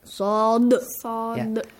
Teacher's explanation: Alif Lam Mim Sad. Look, Sad ends with a dal, which is sukun, sakin, qalqala